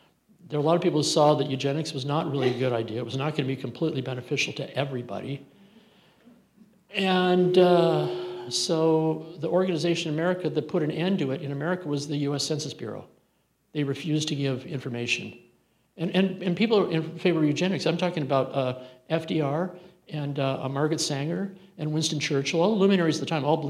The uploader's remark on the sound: Santa Barbara Writers Conferece opening night keynote talk on June 18th 2023